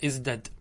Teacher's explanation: طيب والثاني ازدد، هذا أصله ازتد، فوقعت التاء بعد الزاي نقلب هذه التاء إلى دال فتصبح ازدد · Term: تاء الافتعال